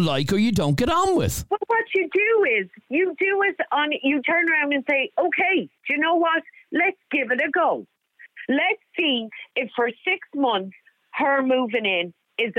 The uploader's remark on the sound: Man Phones.